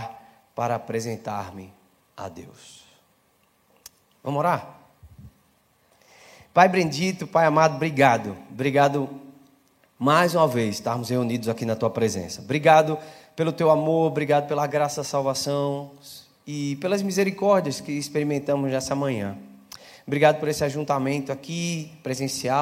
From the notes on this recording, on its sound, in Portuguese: Celebração ao vivo